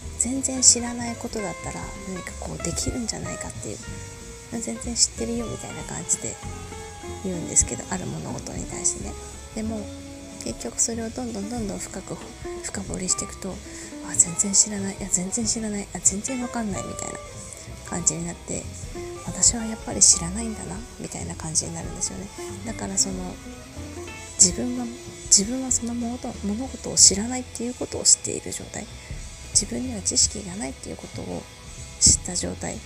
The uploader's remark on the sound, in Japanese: 好きなバンドの曲を聞きながら収録していたので、音楽が少し入ってます。